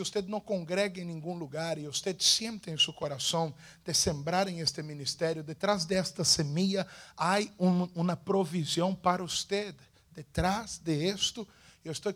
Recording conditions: large echoing room